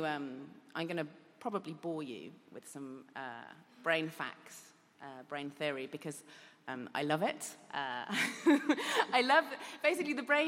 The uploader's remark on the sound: The 5x15 audience. Recorded at EartH (Evolutionary Arts Hackney) in London in September 2018.